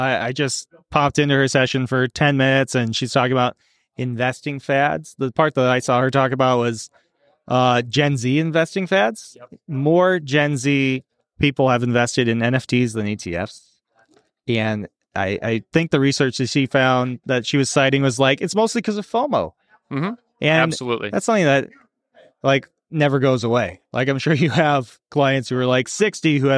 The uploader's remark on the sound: This episode of “On the Circuit” was recorded at the Nebraska FPA Wealth Management Conference in October 2023 in Omaha.